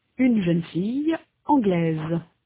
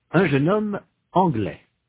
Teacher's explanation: the feminine form anglaise has a final consonant z that is not heard in the masculine form anglais. In the masculine, the final s is not pronounced.